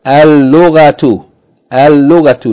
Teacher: Lam is a sun letter, so it's doubled.